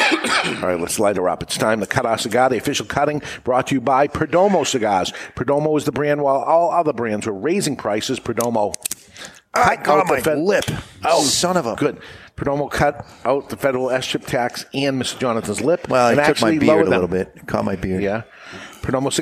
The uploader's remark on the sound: The Cigar Authority is a member of the United Podcast Network and is recorded live in front of a studio audience at Studio 21 Podcast Cafe upstairs at Two Guys Smoke Shop in Salem, NH.